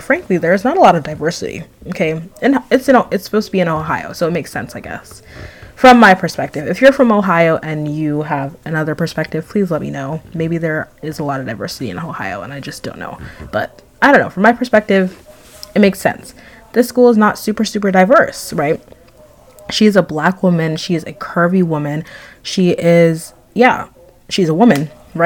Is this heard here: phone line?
no